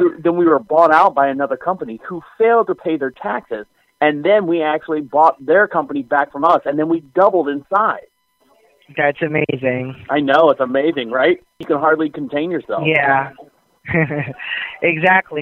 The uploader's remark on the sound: Every call is 100% real. All comments, names, and information given to the callers are made up in real time as the call is recorded.